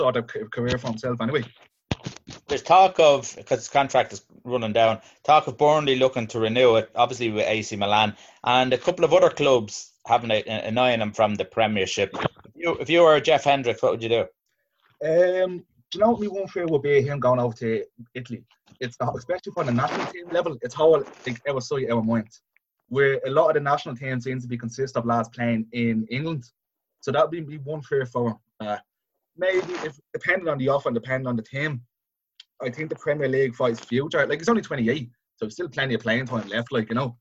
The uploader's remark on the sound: Zoom Chat